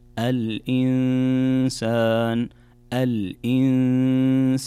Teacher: هنا نون ساكنة جاء بعدها حرف السين، والسين من حروف الإخفاء، فعندنا كذلك هنا غنة بمقدار حركتين